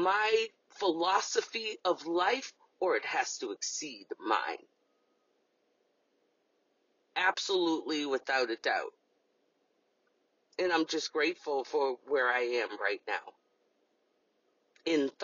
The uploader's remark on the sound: This recording that you are here to hear was voiced in my car.